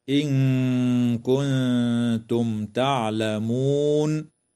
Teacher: تخفى النون الساكنة مع الغنة مرققة